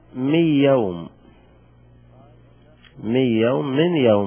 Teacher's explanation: أدغمنا النون في الياء، قلبنا النون إلى الياء · Term: الإدغام